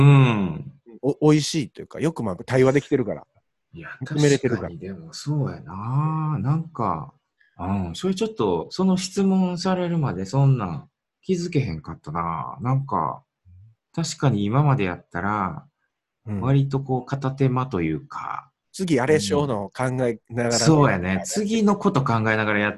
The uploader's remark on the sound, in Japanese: zoom収録しています